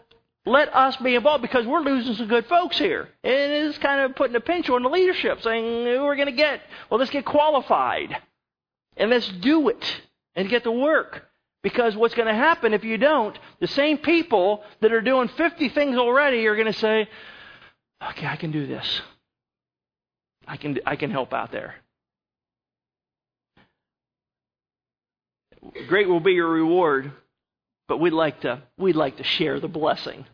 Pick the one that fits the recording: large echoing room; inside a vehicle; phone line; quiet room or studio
large echoing room